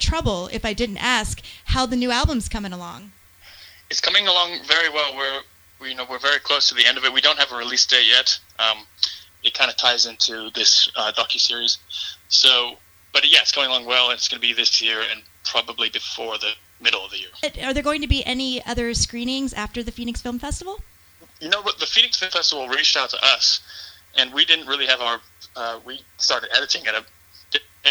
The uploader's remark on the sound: called in and chatted with me for a bit